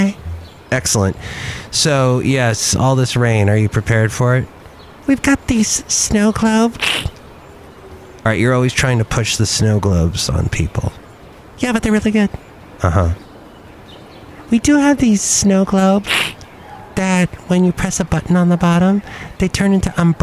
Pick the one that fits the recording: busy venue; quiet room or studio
busy venue